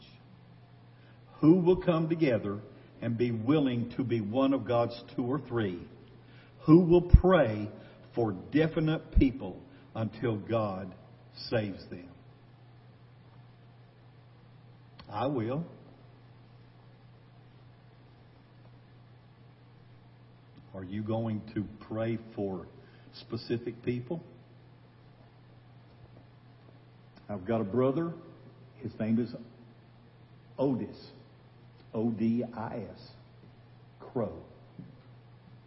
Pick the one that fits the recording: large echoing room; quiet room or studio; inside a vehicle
large echoing room